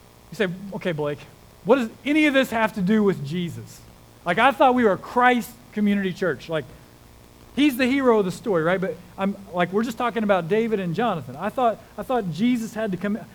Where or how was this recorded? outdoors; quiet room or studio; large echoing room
large echoing room